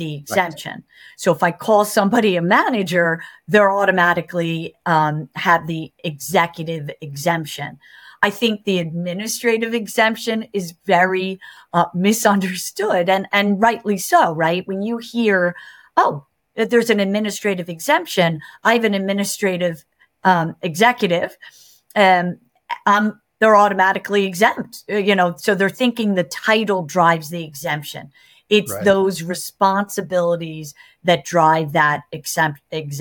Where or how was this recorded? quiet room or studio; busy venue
quiet room or studio